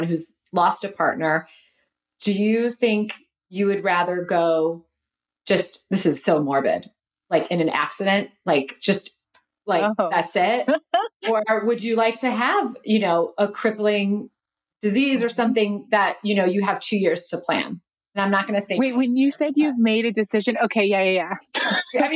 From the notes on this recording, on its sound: This episode was recorded at the 2021 Rock Health Virtual Summit.